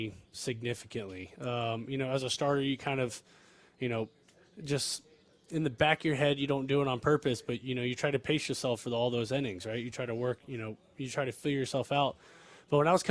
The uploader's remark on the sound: live from spring training in Surprise